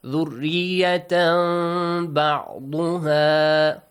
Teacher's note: Change the tanween sound, the noon sound, into a hidden meme sound.